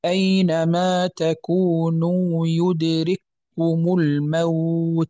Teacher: مثلا مثال قول ربنا أينما تكونوا يدرككم، يدرككم كاف مع كاف، نقول يدرككم، فلا نتلفظ بكافين وإنما بكاف واحدة، تكون يعني الكاف الأولى تدغم في الثانية فتصبح الثانية مشددة · Term: الإدغام